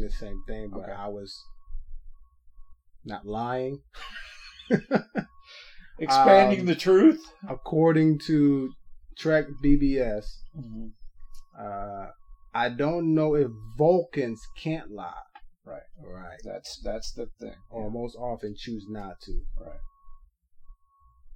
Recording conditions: poor sound quality